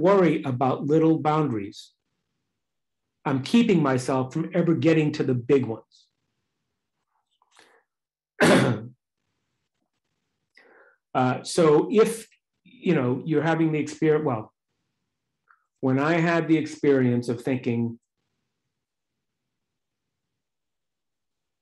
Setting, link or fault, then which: link, video call